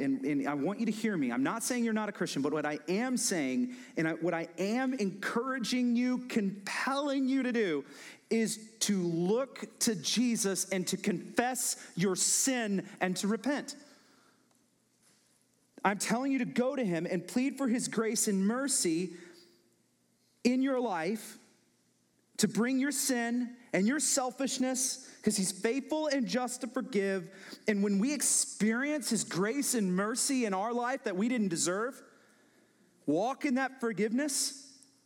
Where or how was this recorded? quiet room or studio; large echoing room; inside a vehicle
large echoing room